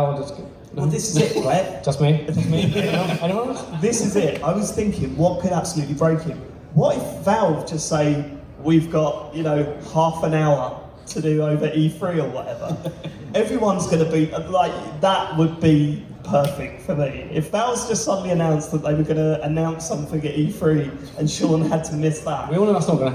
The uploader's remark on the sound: Live at EGX Rezzed 2019